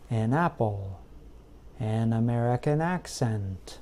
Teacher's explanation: The second is to link the word an with the next word · Term: linking